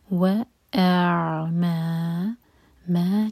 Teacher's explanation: چار حرکہ لمبا مد منفصل ہے